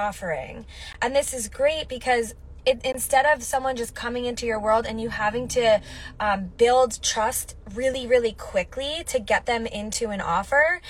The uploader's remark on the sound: Quick solo mini-episode from my car! I did an IG Live and wanted to share it here on the podcast.